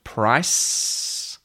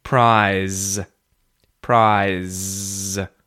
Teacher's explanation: price has that S, unvoiced S consonant sound at the end, price, and prize has a voiced Z, Z sound at the end